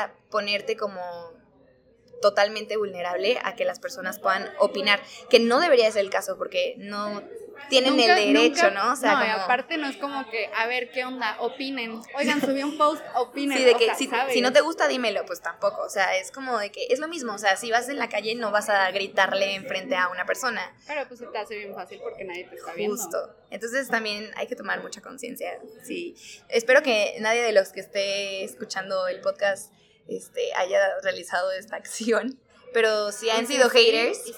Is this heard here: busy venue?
yes